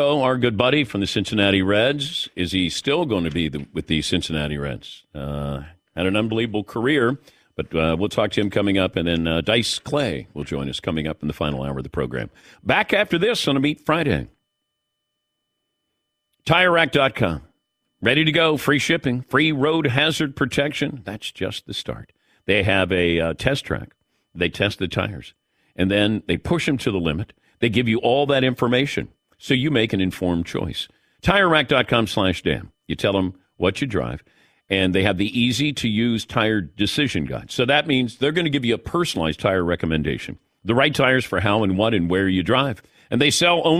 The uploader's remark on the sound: takes listener calls